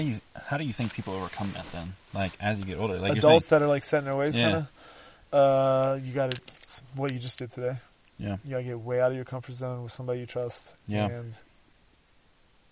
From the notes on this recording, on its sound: Live show from the backcountry of Canyonlands National Park amid the chaos.